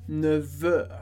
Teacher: Relembrando que 9 com F é o número 9, mas quando a gente faz liaison, ele passa a ter um som de V. · Quando a gente faz liaison e sempre com a palavra hora vai ter liaison, a gente diz 9h, com som de V.